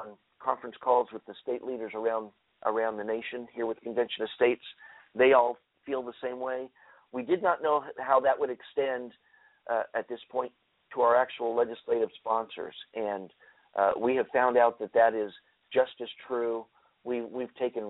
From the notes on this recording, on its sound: Today's episode will be open phone lines. We'll open up for phone calls right away.